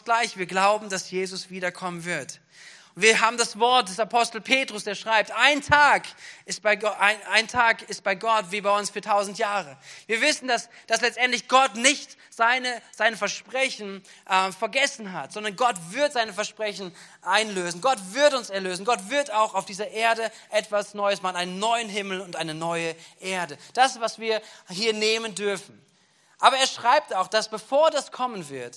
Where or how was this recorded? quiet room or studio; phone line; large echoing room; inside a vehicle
large echoing room